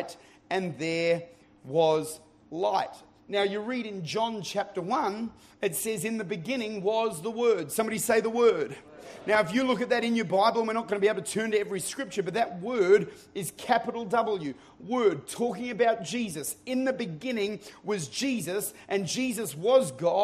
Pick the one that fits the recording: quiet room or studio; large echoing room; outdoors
large echoing room